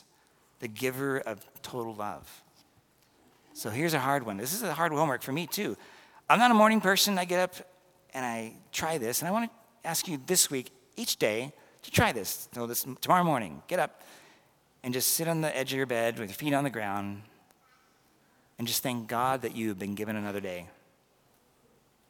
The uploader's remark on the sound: This was recorded at the 11:15am Mass due to partial audio loss during the live stream at 9:30am.